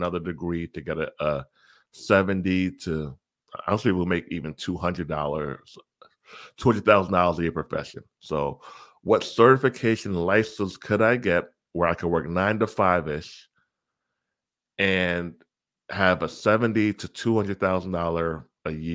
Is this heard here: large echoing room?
no